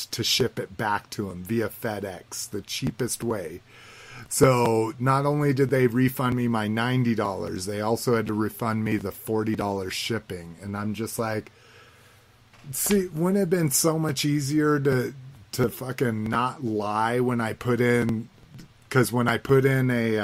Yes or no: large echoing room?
no